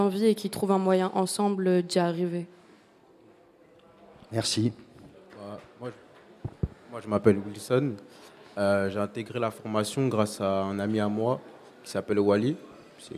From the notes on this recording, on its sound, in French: Sup de Sub à La Criée. Émission réalisée en direct avec les étudiants et des invités de Sup de Sub autour des questions portées par cet enseignement expérimental.